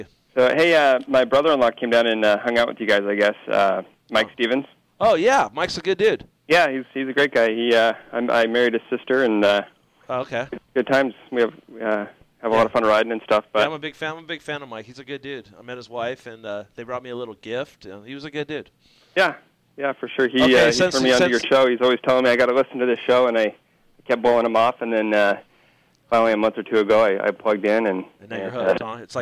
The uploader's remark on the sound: In Studio. In town for the Kawi Dealer Expo and stops by the show. Phones in for a lengthy conversation.